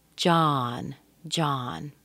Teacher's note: You see the O, but it's a short O. It's pronounced as ah, as in father.